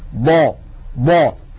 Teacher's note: يعني لما نقول ضا ضا فيها استطالة، ولكن استطالتها سريعة ولا تكاد تلحظ